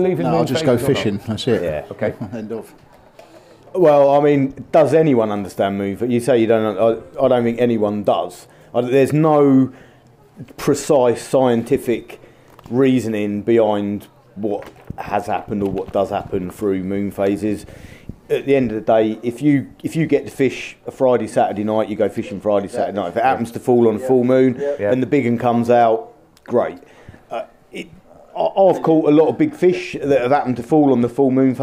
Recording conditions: live audience